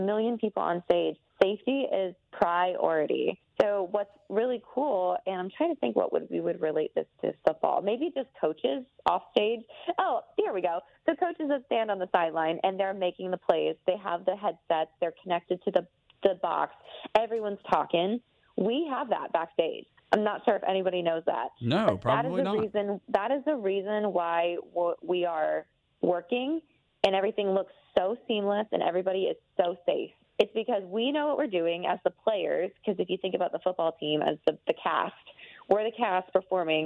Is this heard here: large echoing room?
no